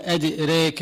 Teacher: كمان بتسمعوا عند ورش مثلا يقرؤون وما أدئريك، بدل أن يقول أدئراك يقول أدئريك، هذه يقال لها إمالة